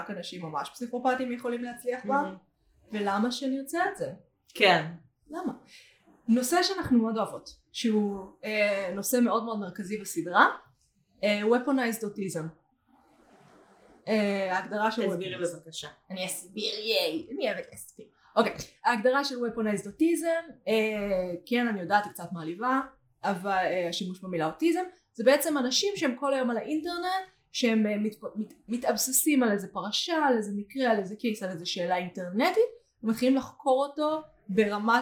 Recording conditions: poor sound quality